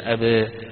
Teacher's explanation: التقليل يعني لا فتح مفتوح أبى ولا إضجاع أبي، ولكن بين الاثنين